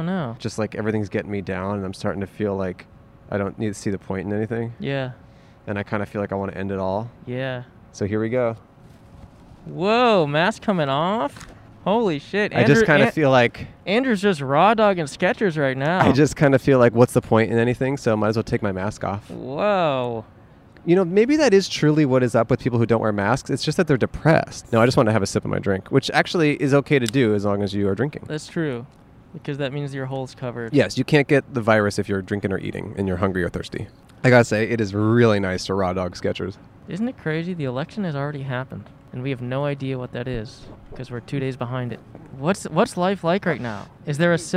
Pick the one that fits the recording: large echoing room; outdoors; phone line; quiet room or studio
outdoors